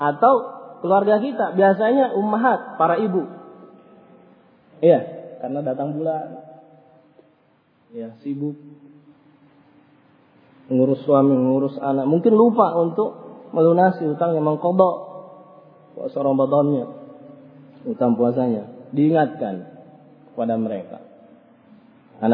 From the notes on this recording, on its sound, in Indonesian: Rec Audio Rekaman. Kajian Tematik Masjid Nurul Ma'rifah Bungoro Pangkep. Ba'da Maghrib.